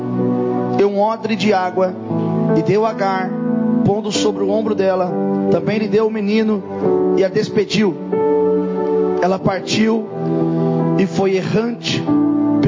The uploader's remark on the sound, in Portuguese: Mensagem gravada em 14/01/2024 - Culto da Familia